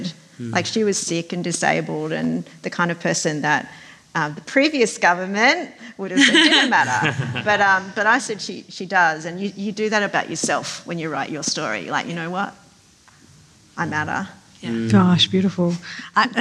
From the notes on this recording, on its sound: Sydney Writers' Festival panel. Listen to an exclusive stream of our memoir panel from Sydney Writers' Festival.